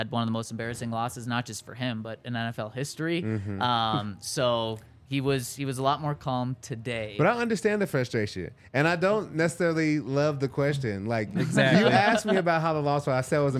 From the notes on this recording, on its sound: coming to you LIVE from the DNVR Bar